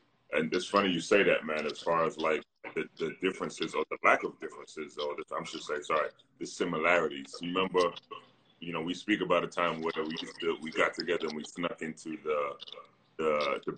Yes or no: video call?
yes